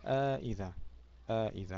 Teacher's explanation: ويقول الإنسان أإذا ما مت، أإذا هذه الهمزة المكسورة أإذا، هنا يقرأ بالإدخال إدخال الألف قولا واحدا